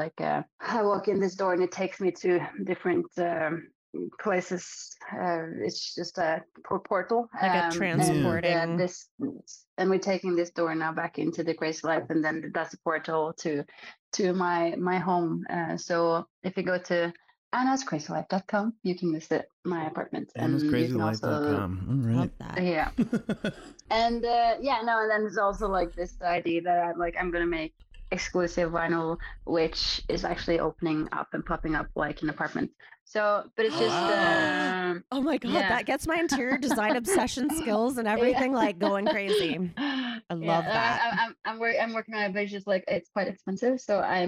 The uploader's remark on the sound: Our Zoom room.